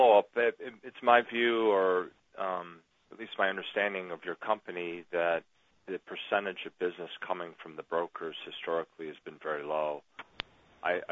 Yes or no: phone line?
yes